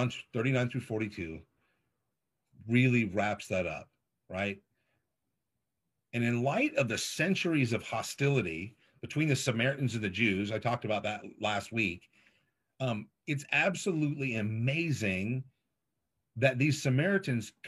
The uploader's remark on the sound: This was originally streamed on Zoom.